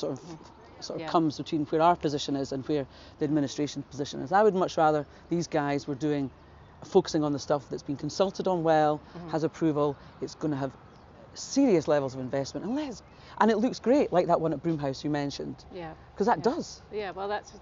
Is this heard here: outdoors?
yes